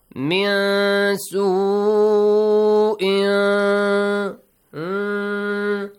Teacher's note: Ikhfa is applied. You hide the sound of tanween. Produce a hidden noon sound.